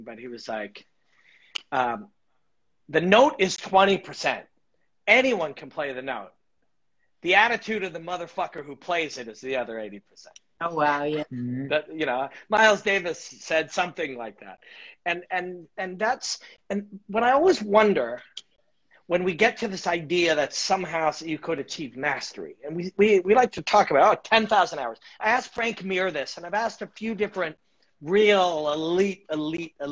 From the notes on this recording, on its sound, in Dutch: Dit gesprek was eerder live op Instagram en nu dus ook hier als audio te beluisteren